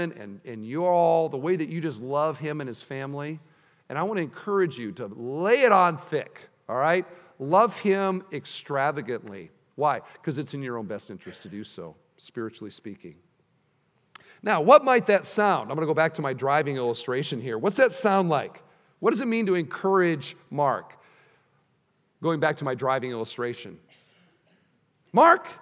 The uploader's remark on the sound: at the installation service